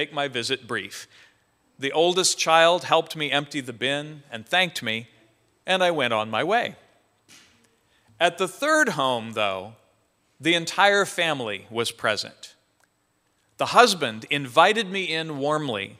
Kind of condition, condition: setting, large echoing room